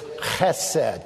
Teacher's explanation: It's got a little guttural sound to it, kind of a little hockey sound to it.